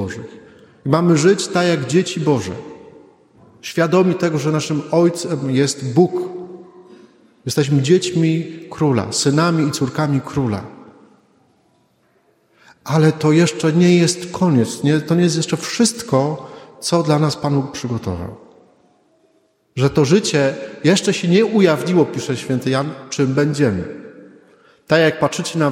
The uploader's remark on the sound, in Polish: Nagrania homilii i kazań wygłoszonych w parafii WNMP w Opolu Gosławicach.